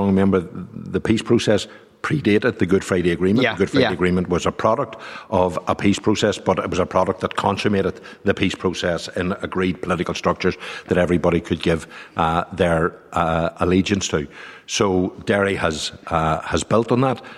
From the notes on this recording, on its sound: live in the Guildhall in Derry